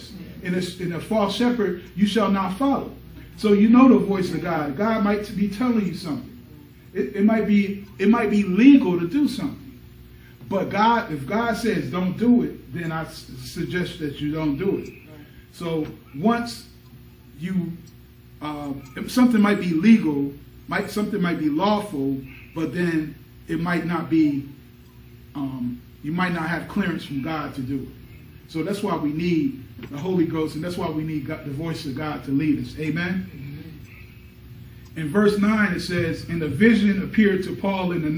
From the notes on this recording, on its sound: Recorded at Berea Church of God in Christ: Rogersville, AL.